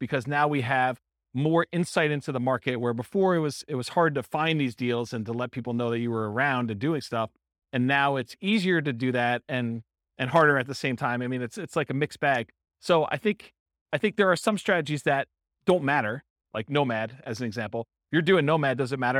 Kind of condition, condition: setting, live audience